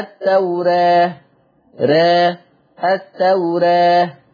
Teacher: يلزم من تقليل الألف ترقيق الراء، أصل اللي هيقلل الألف مستحيل يعرف يفخم راء.